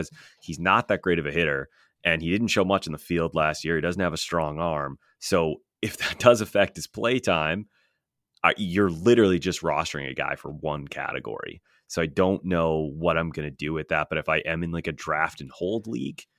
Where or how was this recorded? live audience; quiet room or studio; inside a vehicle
quiet room or studio